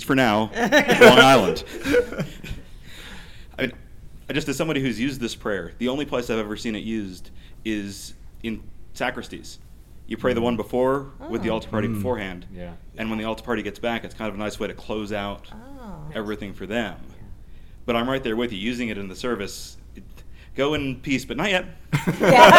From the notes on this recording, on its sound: Live from Salt Lake City! Our first ever live show - live from the 78th General Convention of the Episcopal Church. Our technology didn't melt down!